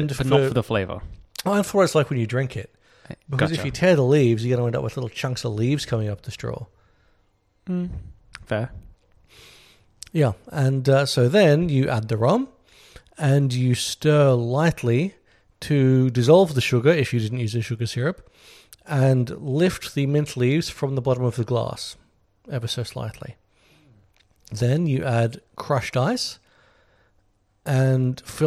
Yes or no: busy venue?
no